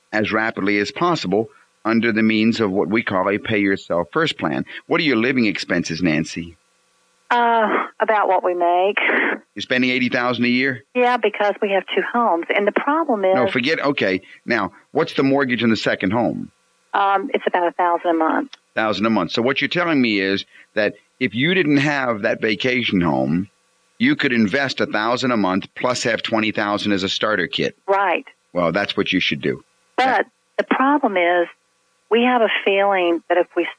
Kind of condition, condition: link, phone line